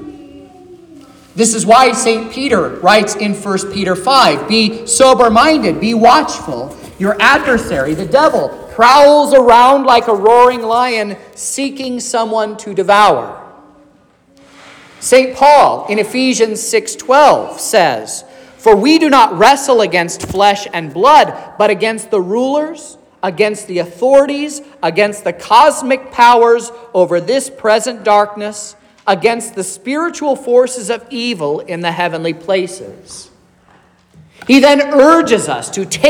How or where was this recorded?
large echoing room